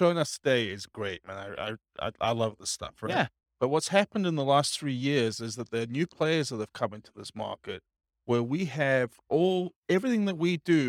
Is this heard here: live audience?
yes